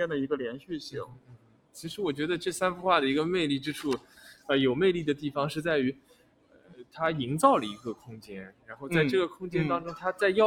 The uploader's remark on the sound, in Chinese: 我们从巴黎蓬皮杜中心的现场，和大家轻松畅谈所见所想